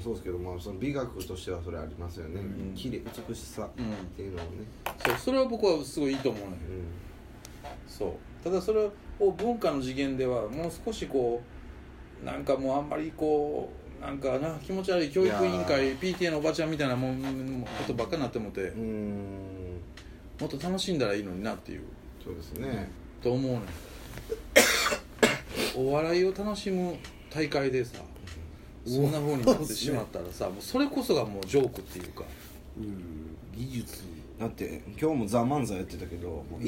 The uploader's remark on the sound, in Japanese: 神戸、SPACE DOG!RECORD(お店)より。